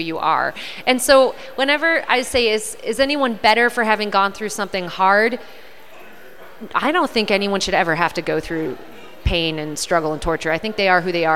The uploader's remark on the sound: LIVE at Indy POP Con 2018